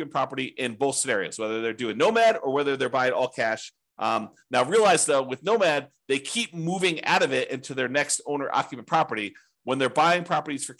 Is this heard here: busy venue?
no